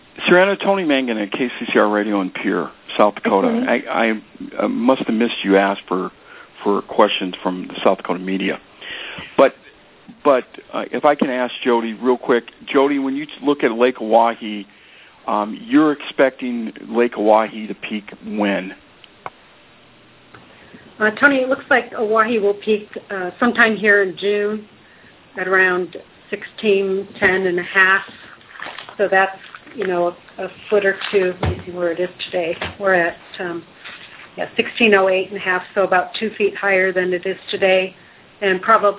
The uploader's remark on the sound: Army Corps of Engineers Missouri River Basin Water Management Division hosted conference call Tuesday, 10 June.